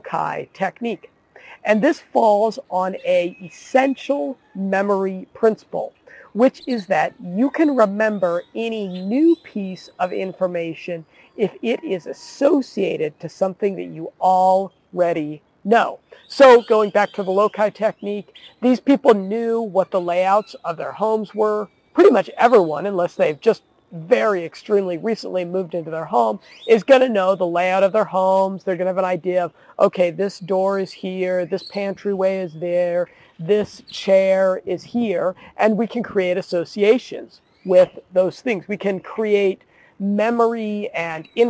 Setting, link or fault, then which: setting, outdoors